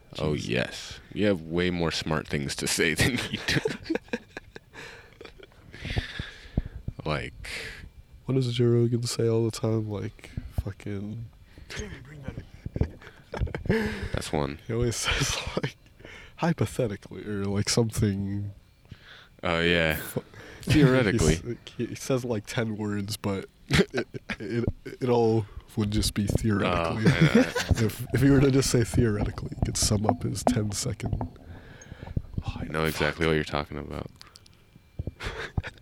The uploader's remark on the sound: some shit audio cuz we did the pod outside